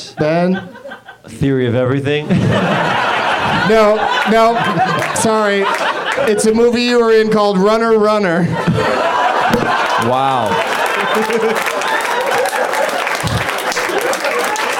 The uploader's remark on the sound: Live from the UCB Franklin